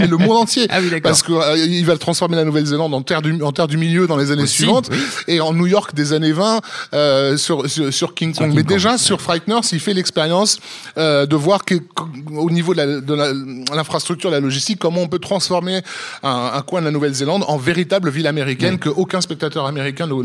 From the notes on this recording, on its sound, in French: Enregistré le 31 octobre 2018 au Club de l'Etoile (Paris 17e). Production : Binge Audio.